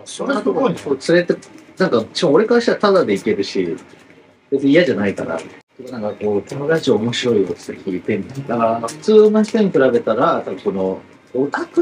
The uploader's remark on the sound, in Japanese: 外で録音したので今回と次回の音声が激悪です。